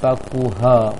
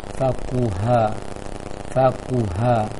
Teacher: Seperti apa baca h ketika di bagian fathah beberapa waktu yang lalu kita contohkan, dan juga mengucapkannya ketika satu-satu huruf, maka seperti itu juga ketika dalam rangkaian kata fakuha, jangan fakuha, membulat sedikit mulutnya, itu keliru. Yang tepatnya mengarah ke a · Shown in: second take